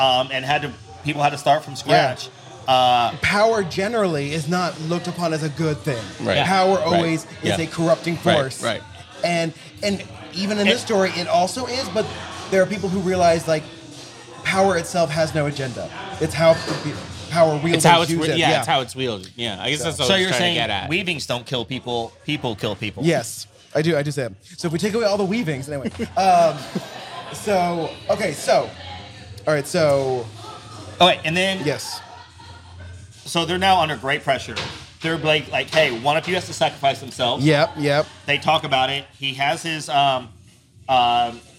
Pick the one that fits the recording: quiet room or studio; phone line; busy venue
busy venue